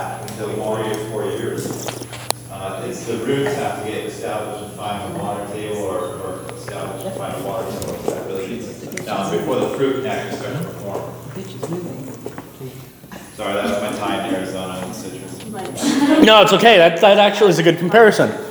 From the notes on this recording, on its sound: I taught a class on Arizona wine for Students of Wine about a month ago at Hidden Track Bottle Shop, and recorded it!